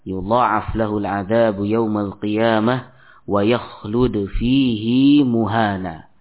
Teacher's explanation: Hafiz ya pada lafaz fihi dipanjangkan dua harokat.